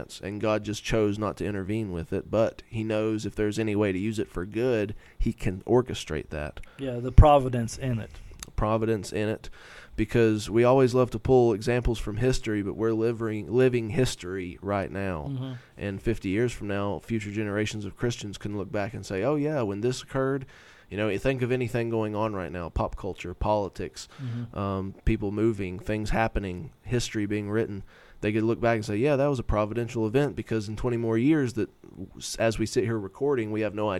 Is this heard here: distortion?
no